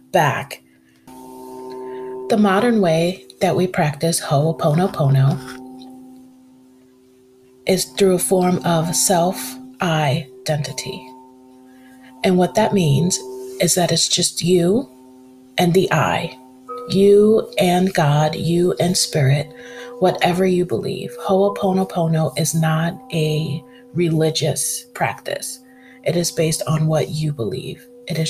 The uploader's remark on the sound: There is a heart chakra sound bowl track softly playing in the background.